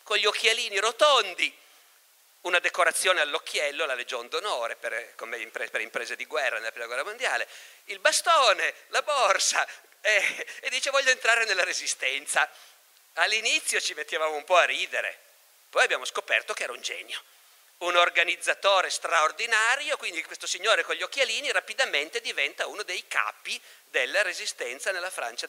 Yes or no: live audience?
yes